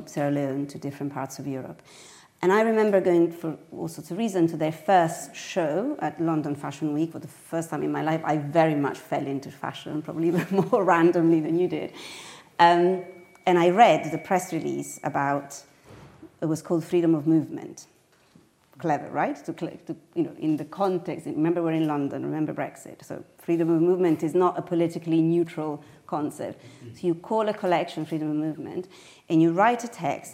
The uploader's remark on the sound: Today's episode was recorded during the last Milano Design Week in a panel discussion in partnership with Highsnobiety and Moleskine